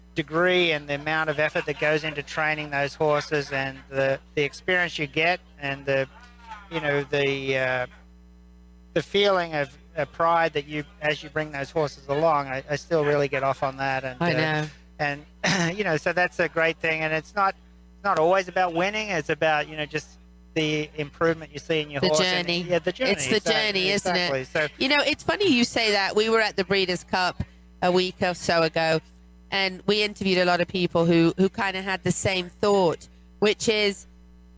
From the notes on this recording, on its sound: Recorded live at the Ocala Jockey Club International 3 Day Event.